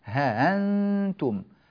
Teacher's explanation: وله في كلمة ها أنتم وجهان، الوجه الأول الحذف مع التسهيل، هانتم يحذف الألف التي بعد الهاء